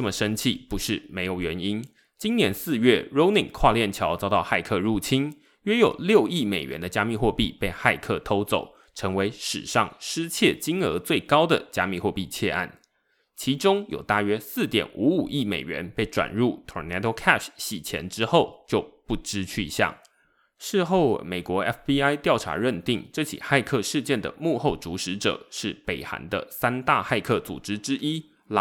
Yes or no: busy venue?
no